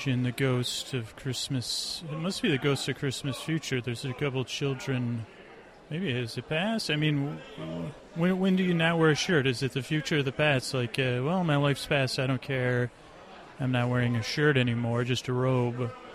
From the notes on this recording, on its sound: Live at the Dickens Fair. This is a cut of the show but only my mic...not the mics collecting the area sound.